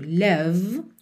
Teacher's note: Love, o E final é mudo, love, o som para no V